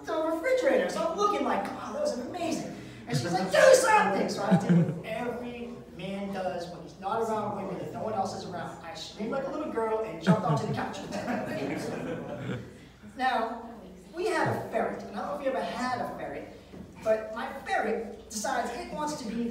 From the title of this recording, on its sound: Live at the MEG